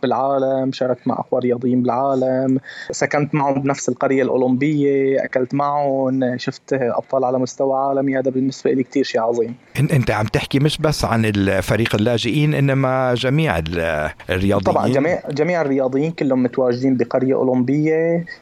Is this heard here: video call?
yes